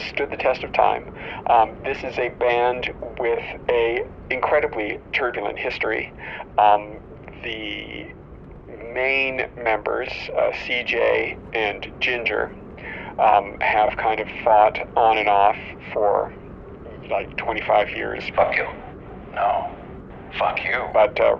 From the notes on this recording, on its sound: Originally recorded while driving. The audio has been magically enhanced and restored using bat spit and some ginkgo biloba.